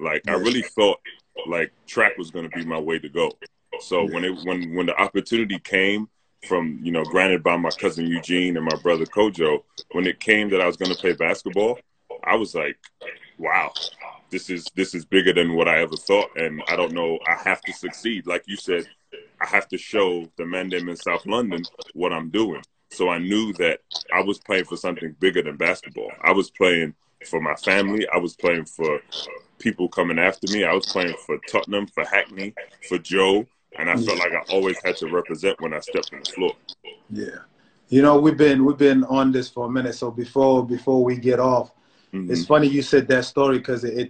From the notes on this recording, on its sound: Whilst the world is locked down during the coronavirus pandemic. We hit their team up to ask if they would be happy for us to record and publish online and we got the green light!